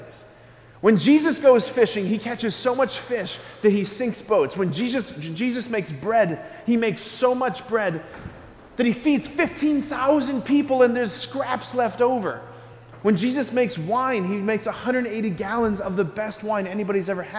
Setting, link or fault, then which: setting, large echoing room